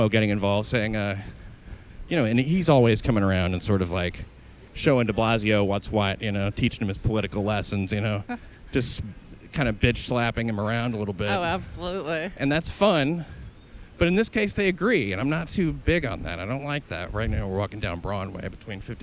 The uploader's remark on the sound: GoTopless Day - ON LOCATION. March topless from Columbus Circle through Times Square and finally to Bryant Park where they congregate in a topless rally. Agreed to meet up and go to Columbus Circle to walk along, talk to some of the paricipants.